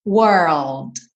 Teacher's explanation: Were, para no R primeiro com a língua enrolada. Were, e depois passa pro L, L, língua no céu da boca. Então, world, e fecha com D.